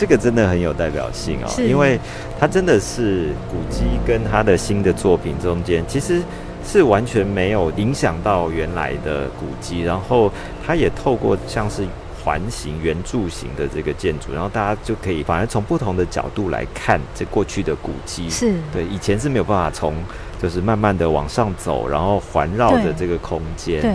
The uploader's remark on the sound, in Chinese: 跟著〈忠泰美術館〉總監看「挑戰 安藤忠雄」展。而透過現場訪談，希望讓大家彷彿也身歷其境地逛了一場展覽。